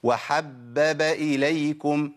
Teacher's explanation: ما ينفعش ان انا اسقط باء من الثلاث باءات، ما هو حبب باء.